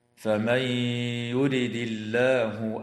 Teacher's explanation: واللام في اسم الله هنا وقعت بعد كسرة فحكمها الترقيق